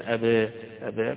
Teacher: التقليل يعني لا فتح مفتوح أبا ولا إضجاع أبي، ولكن بين الاثنين